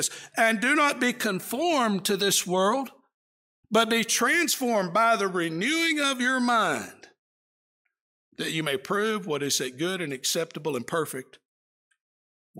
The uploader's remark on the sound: Preached during the AM worship service at the Roanoke CofC.